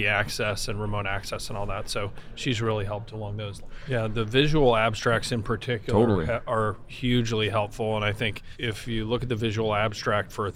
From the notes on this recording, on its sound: recorded at the 2021 AAHKS Annual Meeting